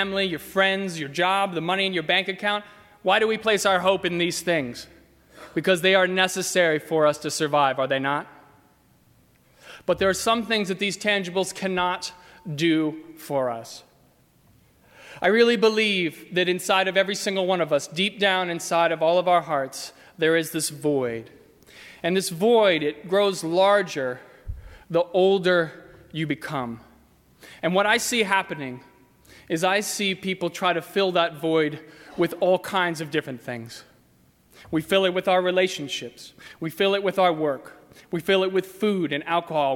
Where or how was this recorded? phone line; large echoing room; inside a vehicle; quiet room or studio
large echoing room